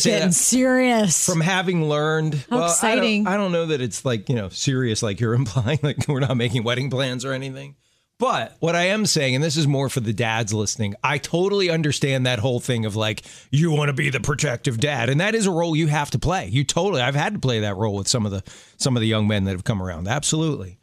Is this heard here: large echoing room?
no